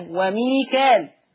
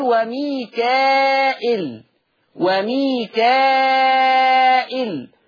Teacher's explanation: وميكال حفص يقرأ بالألف بين الكاف واللام وميكال، خلاص. ورش بقى يقرأ بالهمز بهمزة مكسورة بعد الألف · Shown in: second take